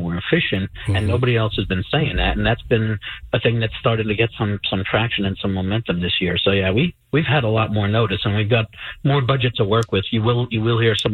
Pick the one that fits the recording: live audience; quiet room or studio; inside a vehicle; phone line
phone line